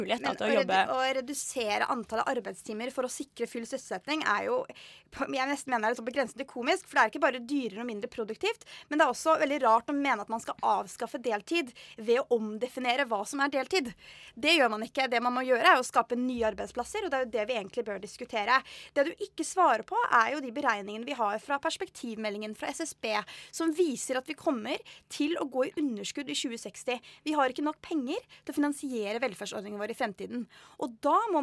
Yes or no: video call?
no